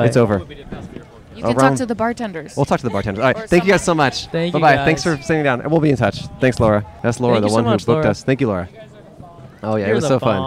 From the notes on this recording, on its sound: Recorded at The Thursday Club in La Cañada Flintridge.